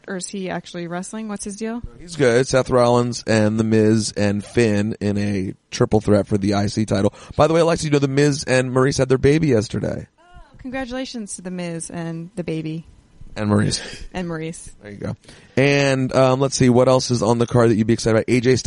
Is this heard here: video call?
no